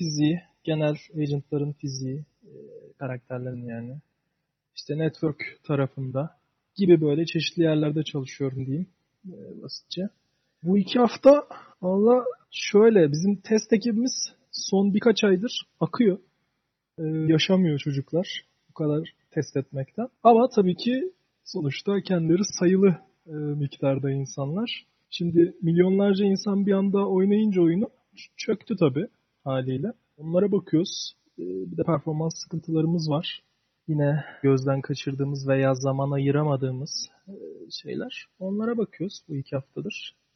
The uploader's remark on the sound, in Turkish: Discord sunucumuzda canlı olarak kaydedilen bu bölümde.